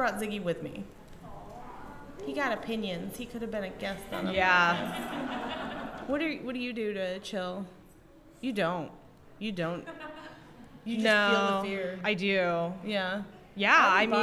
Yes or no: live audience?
yes